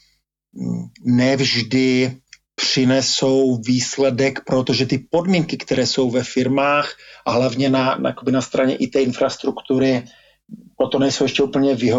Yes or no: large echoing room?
no